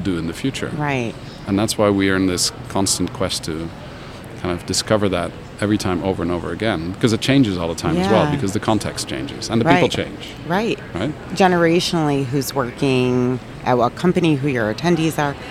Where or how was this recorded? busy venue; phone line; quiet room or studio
busy venue